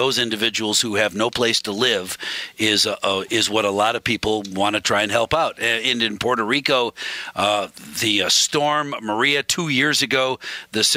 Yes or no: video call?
no